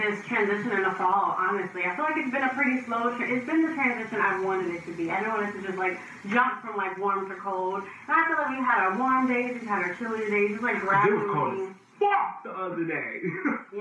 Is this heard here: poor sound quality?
yes